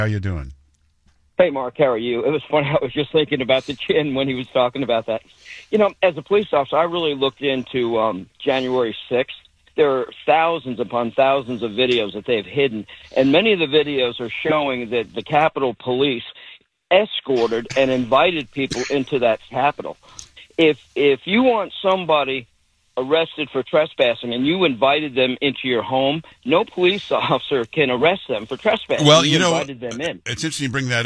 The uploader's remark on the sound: Takes Your Phone Calls